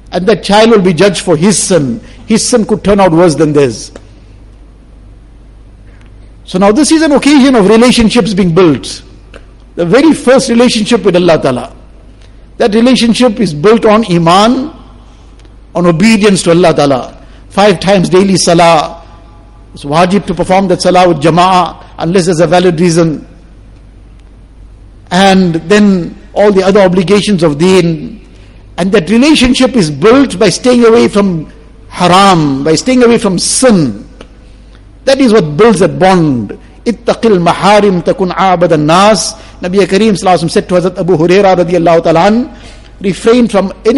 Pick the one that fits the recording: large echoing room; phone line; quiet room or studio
large echoing room